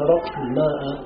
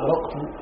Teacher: إذن هذا الأول، إبدال الهاء من الهمزة. والهاء حرف مهموس خفيف، ومخرجاهما متقاربان، إلا أن الهمزة أدخل منها في الحلق، فقالوا هرقت الماء في أرقت، أبدل الهاء من الهمزة الزائدة.